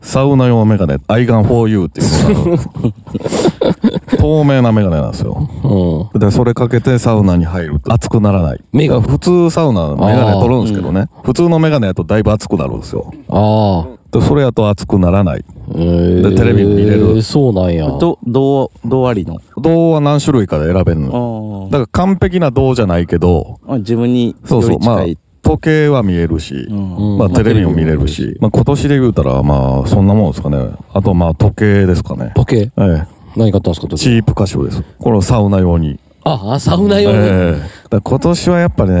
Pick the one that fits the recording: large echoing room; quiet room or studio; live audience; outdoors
outdoors